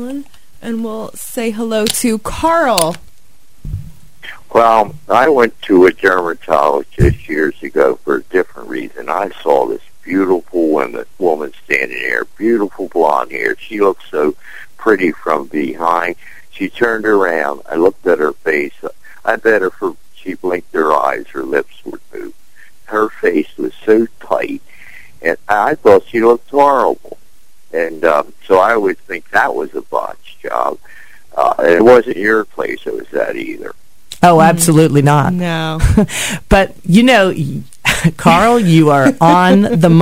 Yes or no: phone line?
yes